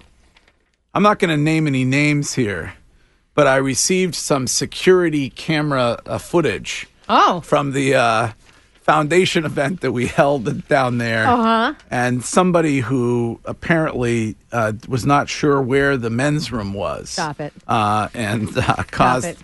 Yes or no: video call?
no